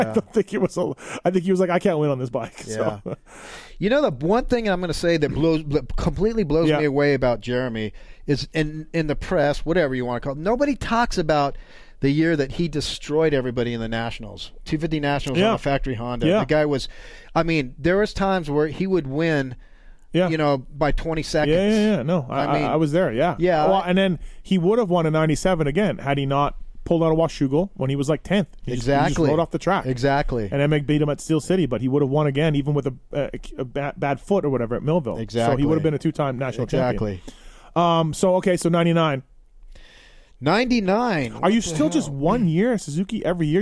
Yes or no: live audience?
no